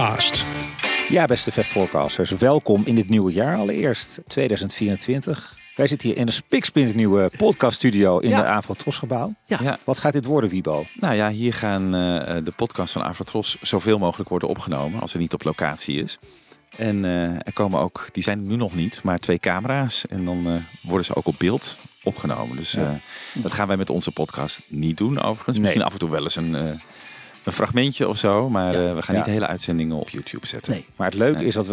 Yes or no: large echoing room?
no